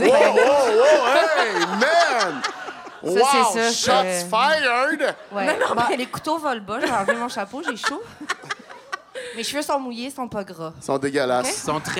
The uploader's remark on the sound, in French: LIVE à Montréal! Se joignent à nous pour des confidences LIVE au Cabaret Lion d'Or de Montréal!